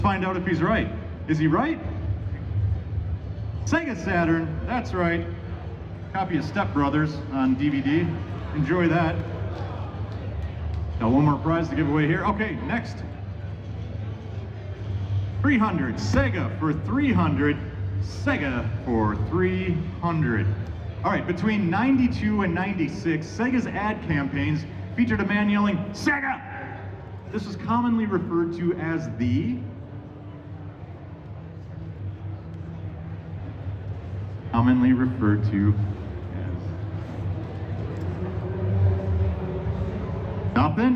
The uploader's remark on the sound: Live from Midwest Gaming Classic 2022 it's the Midwest Game Show Classic!